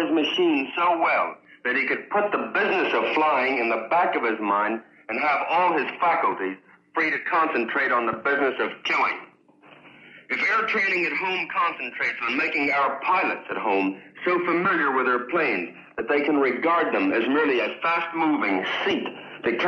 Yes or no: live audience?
no